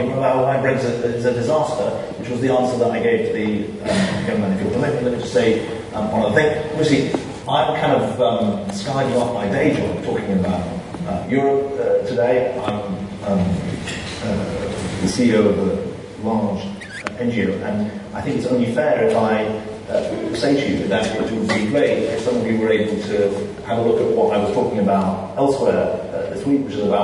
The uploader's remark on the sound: This year’s Maurice Fraser annual lecture will take the form of a conversation. Followed by questions from the audience.